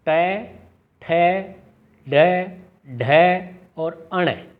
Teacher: ये ध्वनियाँ मूर्धा से उच्चरित होती हैं · Term: मूर्धन्य ध्वनिया